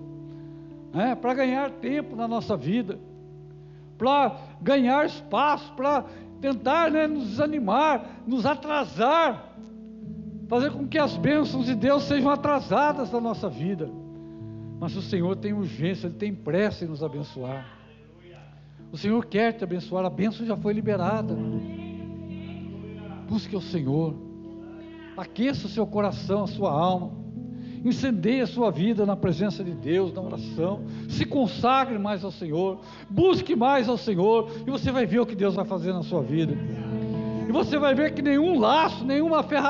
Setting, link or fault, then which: setting, live audience